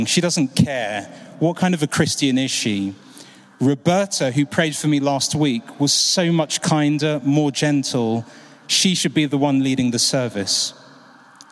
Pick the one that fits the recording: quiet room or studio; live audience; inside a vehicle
live audience